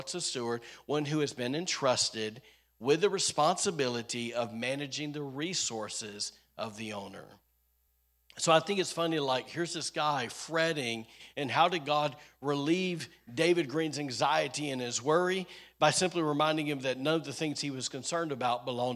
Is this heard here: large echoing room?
yes